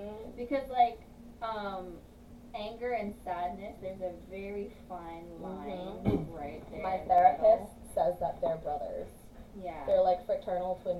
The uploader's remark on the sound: Featuring poor audio quality.